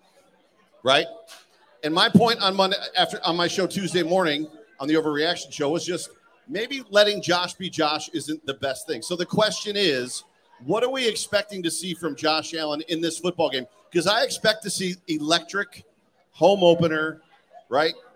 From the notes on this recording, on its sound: Resurgence LIVE. Joined together for a live recording at Resurgence Brewing the night before the Home Opener.